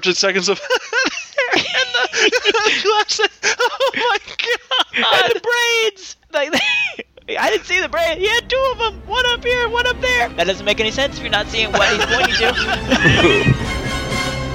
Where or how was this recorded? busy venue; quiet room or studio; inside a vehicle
inside a vehicle